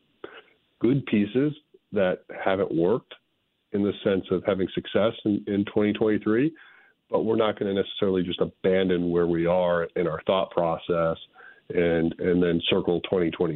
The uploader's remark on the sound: Louis sports phone calls, giving fans the opportunity to share their thoughts and engage in lively discussions about their favorite teams and players.